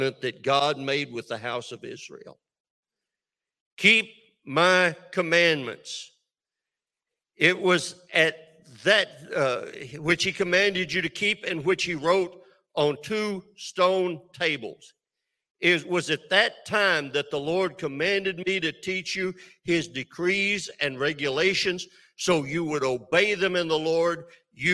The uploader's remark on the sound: This sermon was recorded live on November 13th, 2022 at Newark United Pentecostal Church.